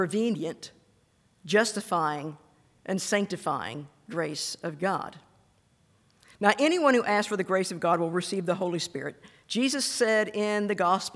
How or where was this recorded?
large echoing room